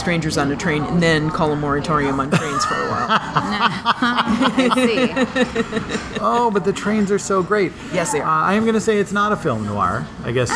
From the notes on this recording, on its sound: Our episode was recorded live at the Trylon theater in Minneapolis.